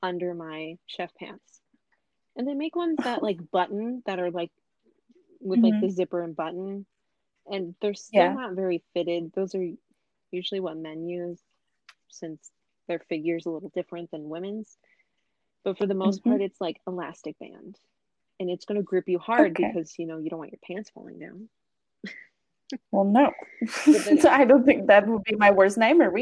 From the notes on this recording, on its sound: Please excuse my staticy mic, as well as my audio cutting out here and there. Found a great way to record remotely together, and I am looking for a better mic.